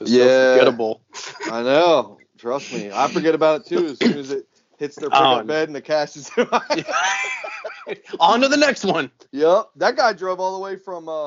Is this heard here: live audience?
no